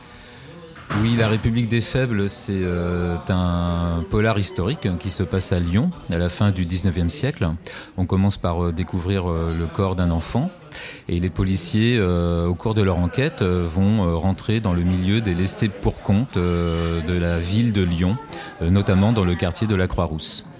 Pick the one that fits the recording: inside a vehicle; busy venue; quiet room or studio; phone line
busy venue